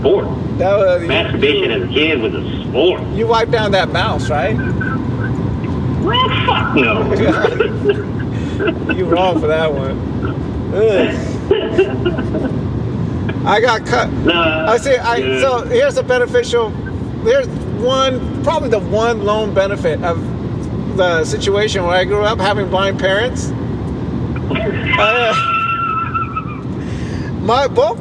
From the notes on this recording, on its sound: Live drive. While driving to tijuana.